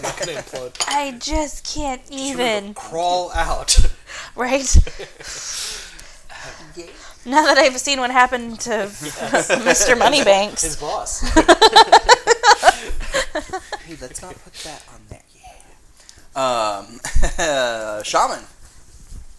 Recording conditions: sounds in the background